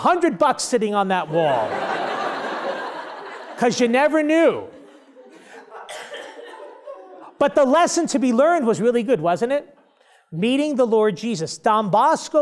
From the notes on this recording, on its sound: delivers his keynote address during a Catechetical Immersion Day at Franciscan University of Steubenville